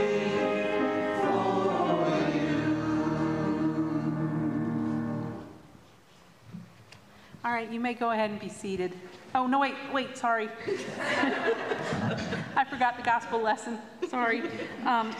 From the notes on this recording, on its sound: On Sunday, October 15, 2023 at the 9:00 am Traditional Service